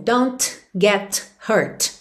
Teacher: Aqui a gente quase não ouve os T's finais, a gente não ouve don't get hurt, ok?